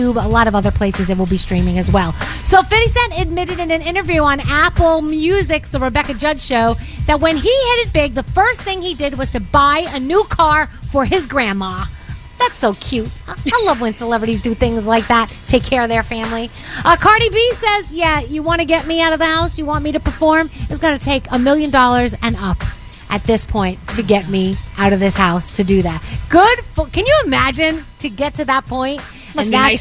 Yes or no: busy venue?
yes